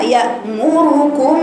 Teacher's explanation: ضم الميم وضم الراء الراء هنا مفخمه لانها مضمومه